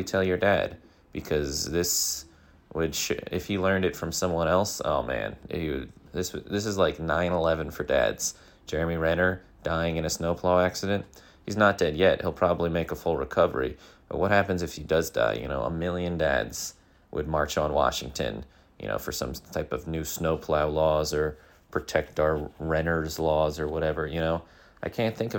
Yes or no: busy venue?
no